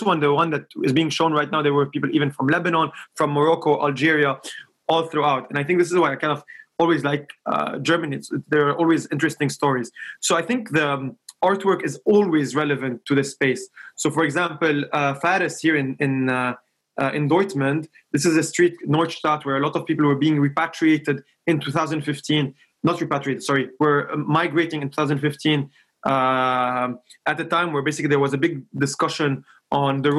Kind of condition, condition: link, video call